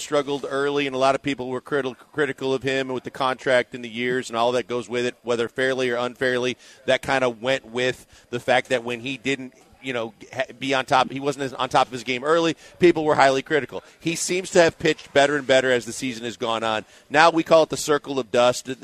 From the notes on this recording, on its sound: LIVE from East River 9 in East Downtown!